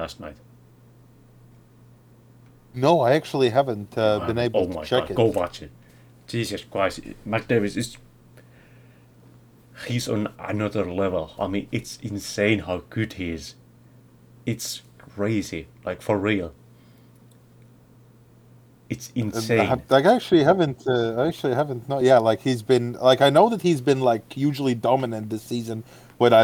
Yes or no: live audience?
no